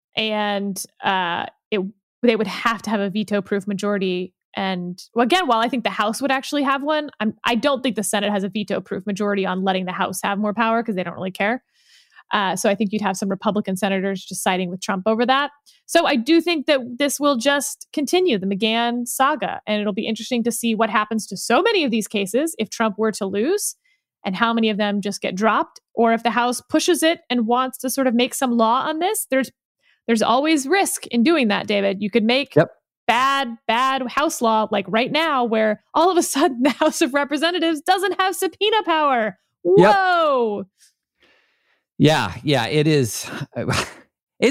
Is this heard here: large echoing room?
no